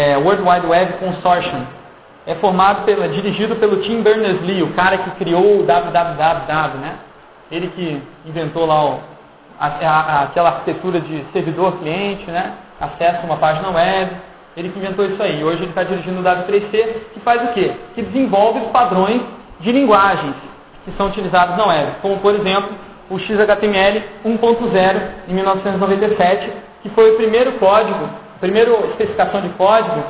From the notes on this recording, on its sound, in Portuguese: Para quem não estava no evento, segue o áudio da palestra que pode ser escutado junto com os slides.